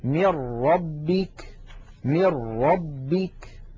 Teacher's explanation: إذن نلاحظ أن عندما نقول من ربك أنه لم يبق من النون شيء، وأن النطق قد صار براء مشددة · Term: الإدغام بلا غنة